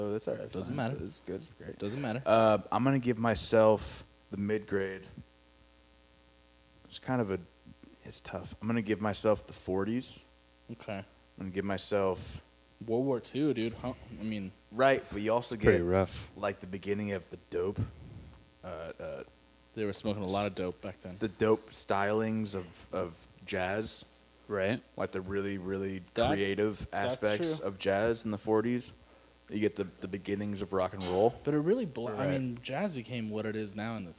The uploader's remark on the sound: We decided to add some extra hum to the recording...sorry about that.